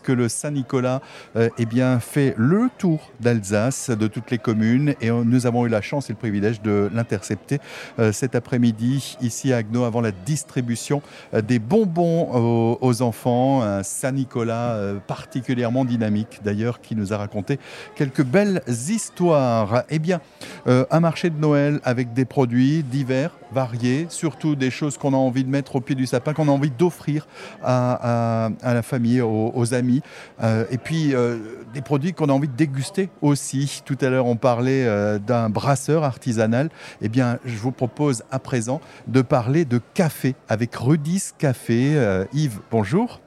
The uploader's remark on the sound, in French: en direct du marché de Noël à Haguenau